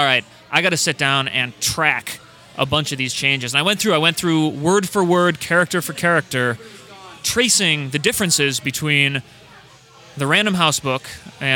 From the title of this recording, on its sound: RECORDING FROM GONZOFEST